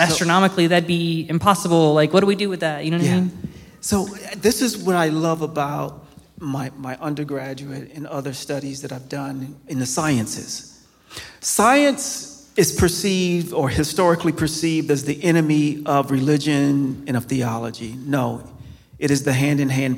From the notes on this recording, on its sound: This episode of Staying at the Table was recorded live on Sunday, October 29th, 2023 at Cornerstone Christian Fellowship